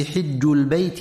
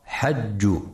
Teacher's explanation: في قوله تعالى في سورة آل عمران: ولله على الناس حج البيت من استطاع إليه سبيلا، ينتبه القارئ برواية حفص عن عاصم في كلمة حج لكسر الحاء وعدم فتحها · Shown in: first take · فلا يقرأ حج.